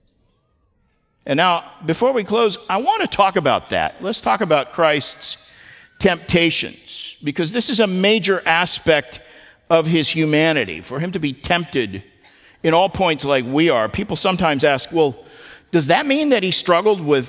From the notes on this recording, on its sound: at the Founders "Remember Jesus Christ" national conference in Southwest Florida